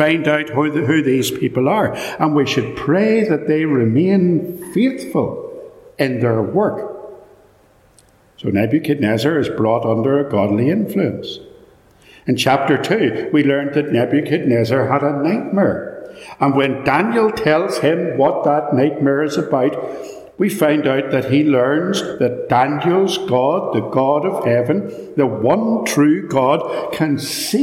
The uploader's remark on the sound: This podcast contains a sermon, preached at Ballymacashon Church, - it is a little echoey, and contains traffic noises etc.